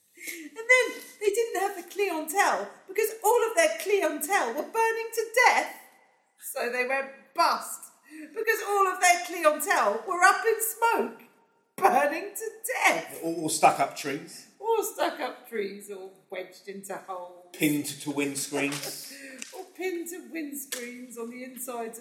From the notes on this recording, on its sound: Recorded live. At Hornsey Library, London.